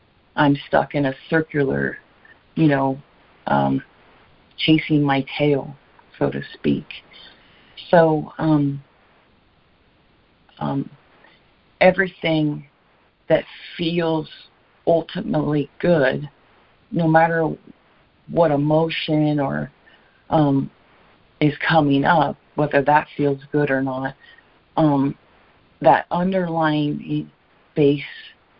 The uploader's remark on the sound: ACIM Daily Conference Call